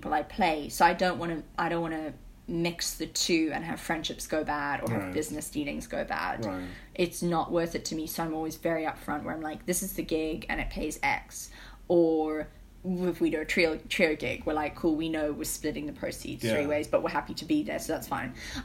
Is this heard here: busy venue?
no